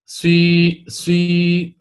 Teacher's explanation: وكأنك ستضم السين ثم تتذكر لا هي بالكسر، فتحاول أن تتدارك الأمر